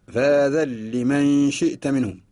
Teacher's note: فاذن كلمة فيها الألف ثابت وفيها النون، ولمن كلمة، نقرأ فاذن لمن شئت منهم، تفقد النون في اللفظ بسبب الإدغام · Term: إدغام النون في اللام